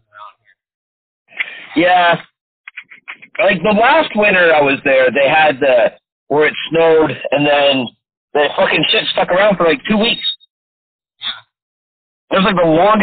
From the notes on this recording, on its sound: The result sounds like garbage, gets cut off halfway through.